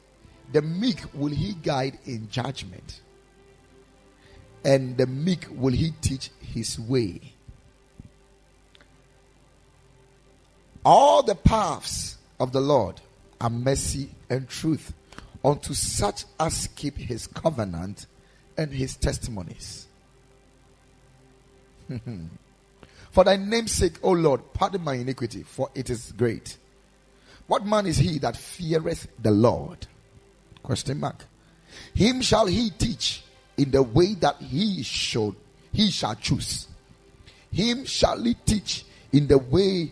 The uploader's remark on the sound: Preached at Ekklesia Chapel